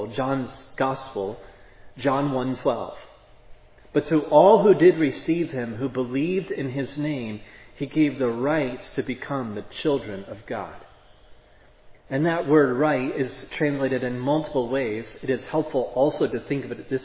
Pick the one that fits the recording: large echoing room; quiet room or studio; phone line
large echoing room